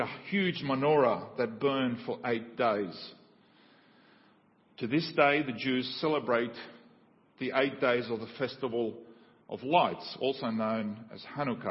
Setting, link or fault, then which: setting, large echoing room